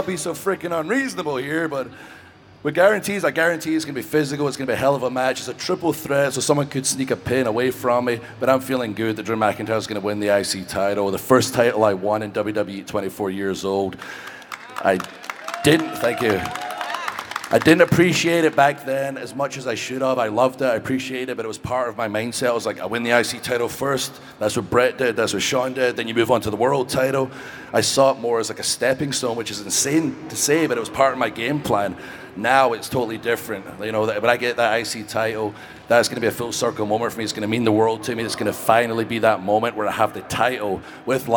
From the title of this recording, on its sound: Live at 'WrestleMania' Superstore